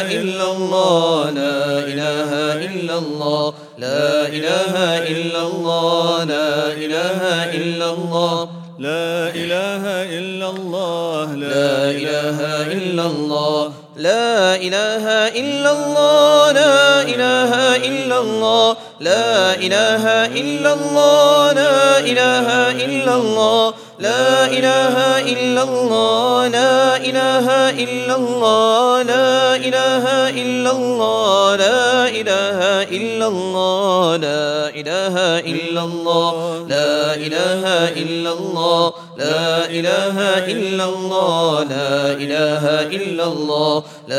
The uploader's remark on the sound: At the Houghton Masjid (West Street).